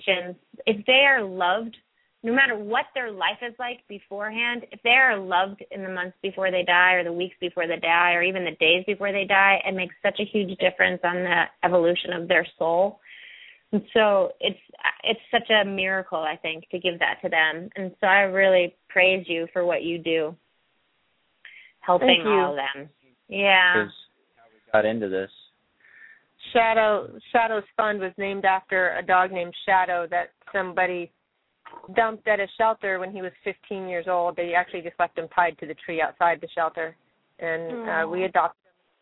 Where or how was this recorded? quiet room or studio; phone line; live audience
phone line